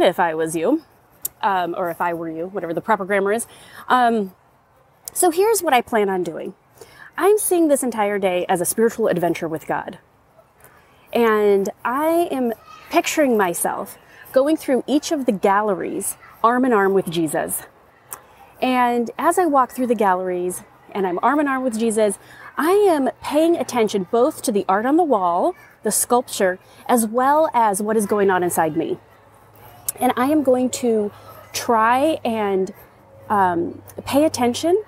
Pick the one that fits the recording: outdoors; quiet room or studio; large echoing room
outdoors